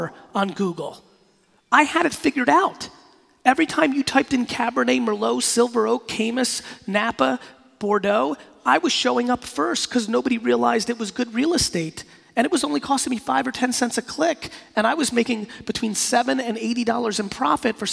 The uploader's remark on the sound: PRSM2018 in Nashville, Tennesee. This keynote I did recently in Nashville at PRSM2018. Close it out with a fire Q&A session.